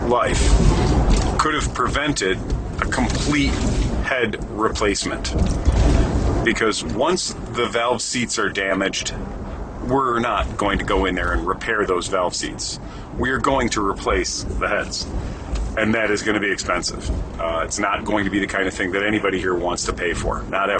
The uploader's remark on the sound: Recorded in my truck on the road, so quality is poor. No video for this one as it was recorded while making bike deliveries to our customers.